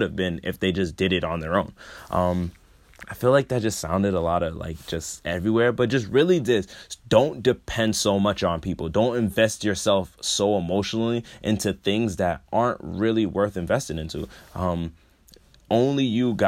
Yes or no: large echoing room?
no